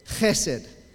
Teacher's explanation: You have to clear your throat. Chesed. It's a wonderful word, a guttural word.